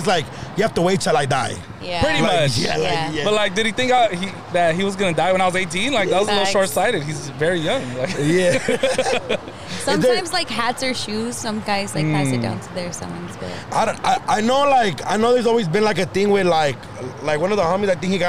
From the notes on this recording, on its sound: Live From The 6th Street Bridge! We are proud to be the first podcast to record an entire episode on the 6th street bridge. Some people thought it was a publicity stunt and the mic's weren't plugged.